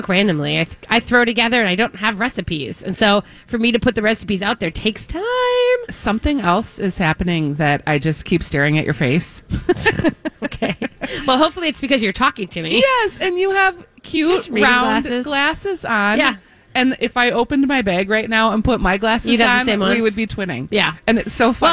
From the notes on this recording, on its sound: broadcasting live at Southern Lights